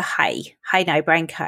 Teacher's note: instead of saying an ow, they go I. · Term: Belfast vowel sounds